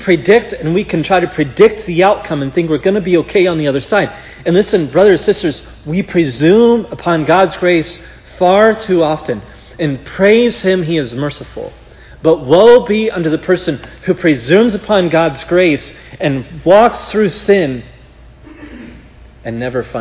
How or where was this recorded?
large echoing room